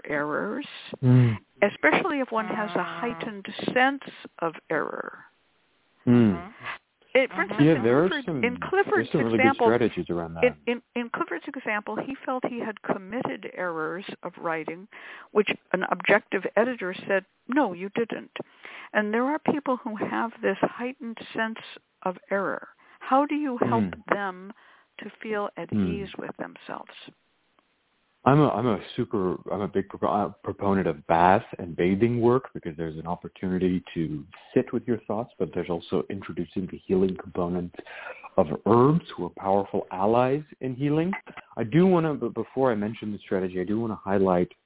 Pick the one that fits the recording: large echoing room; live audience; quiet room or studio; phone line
phone line